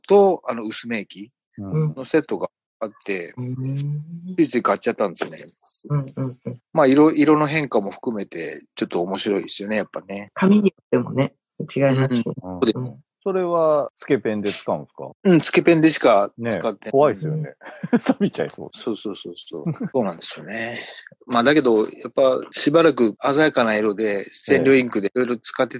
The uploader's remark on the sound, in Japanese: 収録環境のため音飛びすることがあります。すみません。